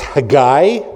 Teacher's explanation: It is actually pronounced, if you want the line on it in Hebrew, it's Haggai. The last syllable is emphasized. It's not three syllables, it's two